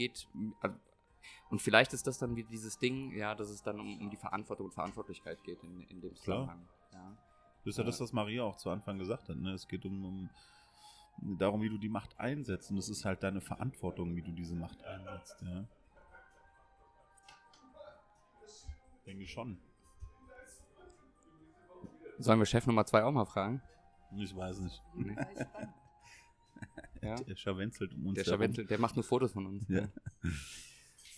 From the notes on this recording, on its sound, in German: Aufgenommen haben wir den Podcast in einer unserer Lieblings kneipen in Frankfurt.